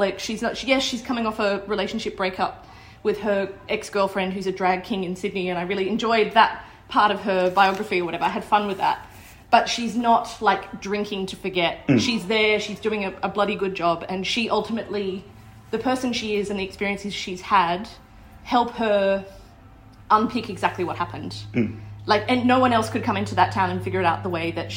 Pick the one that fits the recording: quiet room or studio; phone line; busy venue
busy venue